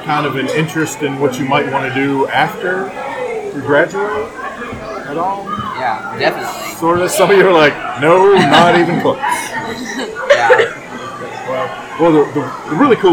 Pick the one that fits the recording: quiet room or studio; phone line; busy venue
busy venue